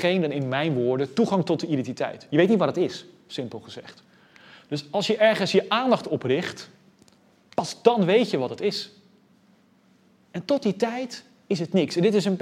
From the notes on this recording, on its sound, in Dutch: Deze lezing is opgenomen in Museum Catharijneconvent op 13 oktober 2020